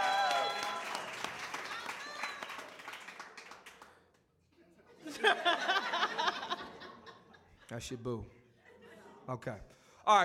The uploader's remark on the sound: New York City Live Podcast